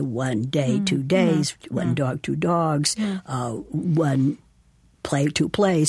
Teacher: The regular plural in English has three different forms depending on the stem of the word that it's going to be added to. So if the word ends with a voiced sound that is not a sibilant, the plural is a z